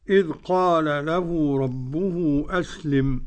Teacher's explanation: أدغم اللام في اللام السوسي عن أبي عمرو